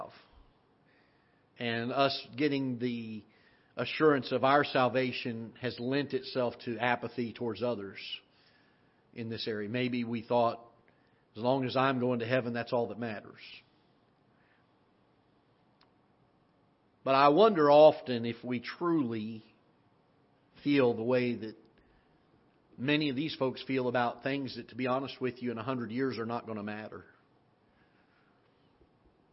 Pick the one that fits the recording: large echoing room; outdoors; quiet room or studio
large echoing room